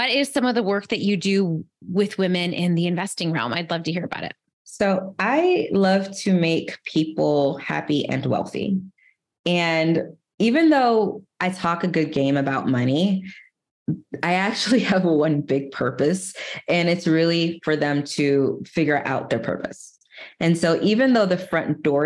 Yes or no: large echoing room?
no